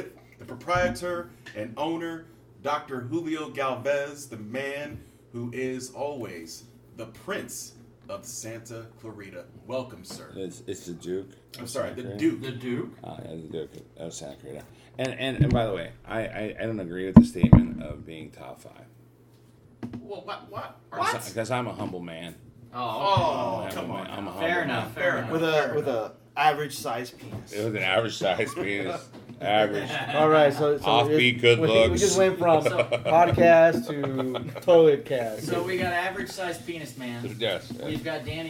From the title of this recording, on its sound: Live from San Diego Comic Con 2022!